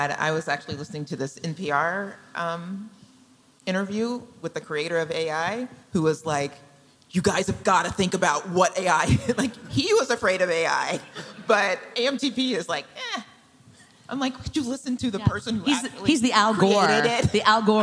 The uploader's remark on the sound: This conversation was recorded at ATX TV Festival Season 12 (June 1-4, 2023) in Austin, TX.